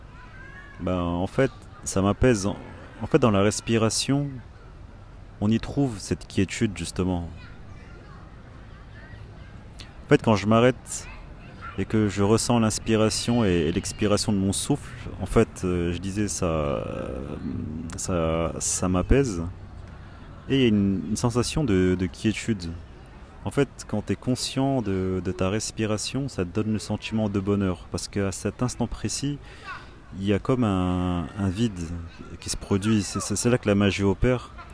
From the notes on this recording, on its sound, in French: Live Chill - Assis dans un parc. Les lives Chill, ce sont des enregistrements sur l'instant, quelque part. Des audios bruts sans introduction ni fin. Je suis assis dans un parc et je contemple.